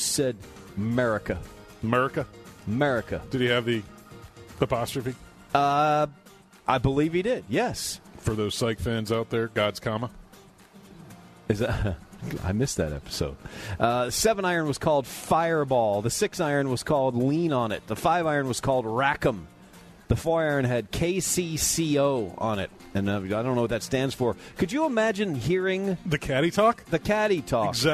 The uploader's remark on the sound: live from Fairway Social!